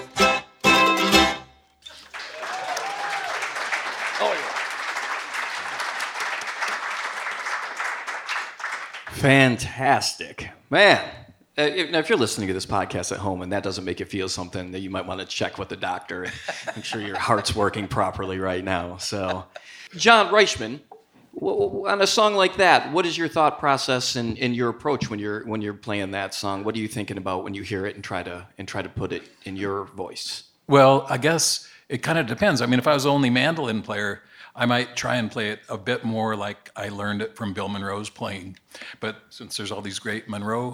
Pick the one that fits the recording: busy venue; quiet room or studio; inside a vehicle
busy venue